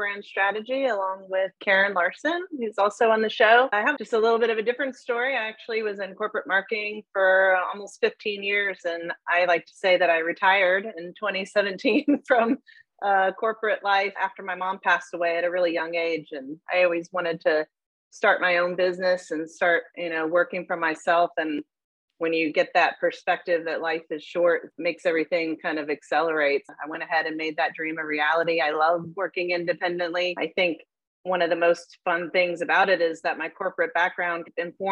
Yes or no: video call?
yes